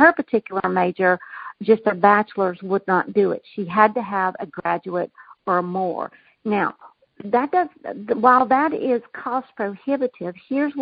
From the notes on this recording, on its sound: Communication Team Conference Call 3.